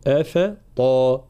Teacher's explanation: ترقيق الهمزة والفاء ثم تفخيم الطا